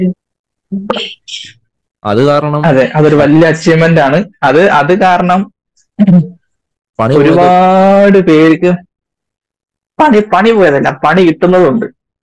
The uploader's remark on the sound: All three are in different places. This episode was recorded entirely online. This episode may have its flaws.